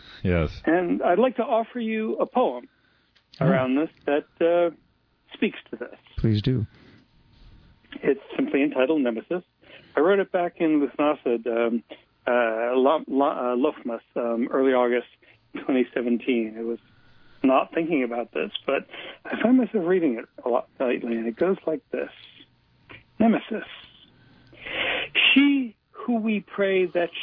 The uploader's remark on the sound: we speak by telephone